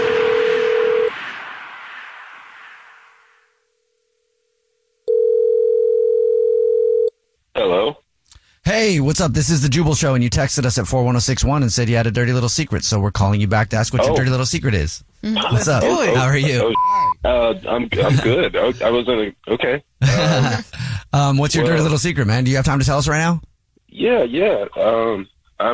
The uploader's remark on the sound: We have another listener on the phone